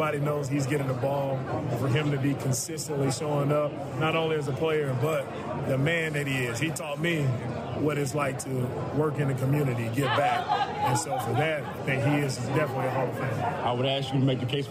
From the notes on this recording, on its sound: In The Loop LIVE In Vegas. Live from Radio Row.